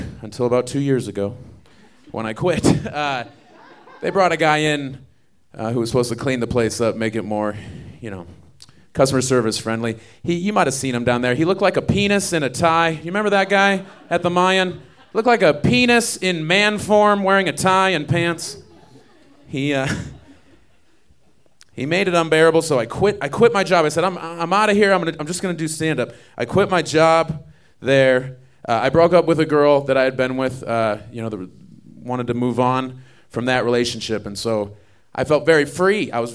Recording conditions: live audience